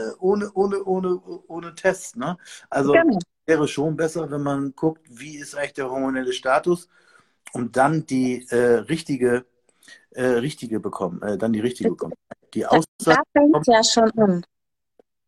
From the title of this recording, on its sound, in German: Instagram Live Talk hier als Podcast